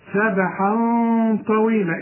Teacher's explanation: الغنة هنا مفخمة علشان الطاء